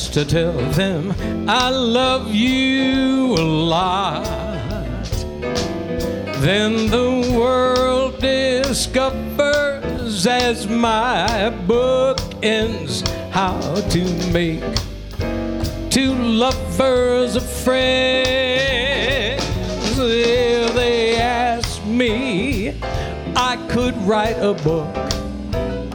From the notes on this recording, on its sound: Live at the South Point Casino